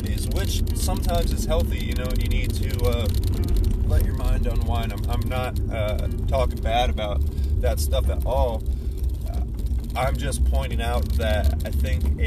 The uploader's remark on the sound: SORRY ABOUT THE DAMN BUZZING SOUND, I THINK IT WAS A GLASS IN THE CUP HOLDER NEXT TO MY PHONE WHILE I WAS RECORDING